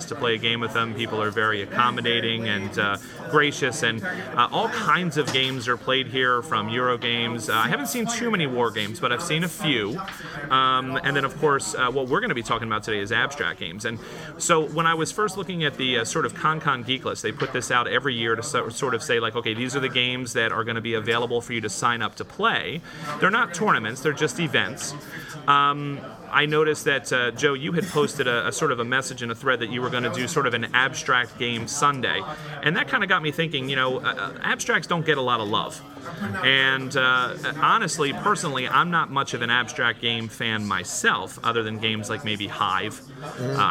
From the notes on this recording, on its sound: live from ConnCon in Stamford Connecticut